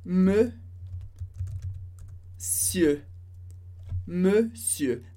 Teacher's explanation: Duas vezes o som e, monsieur. A gente não lê o on, não lê o R do final.